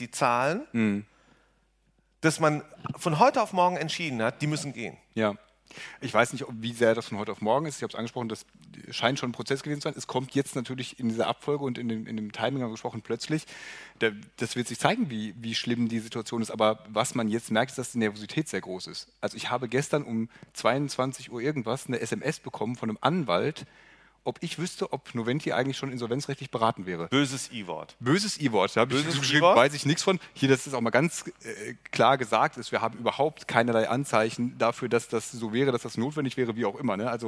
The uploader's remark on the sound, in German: senden live von der VISION.A-Bühne in Berlin